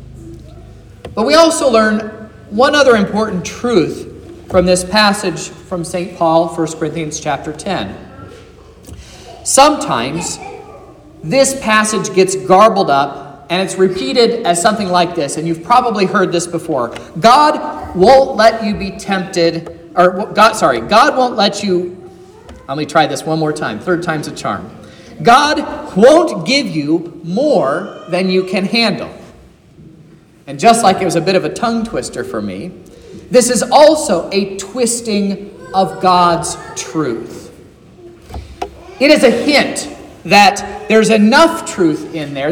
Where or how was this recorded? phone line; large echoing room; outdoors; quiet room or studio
large echoing room